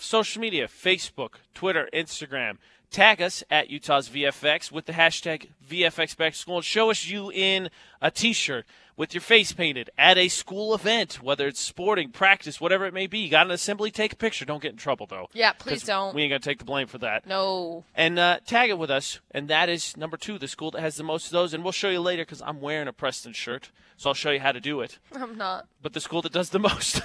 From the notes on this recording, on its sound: broadcasting live from Preston High School